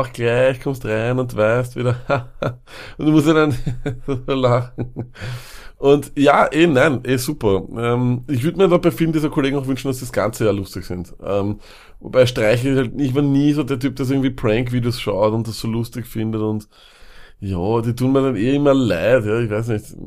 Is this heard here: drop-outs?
no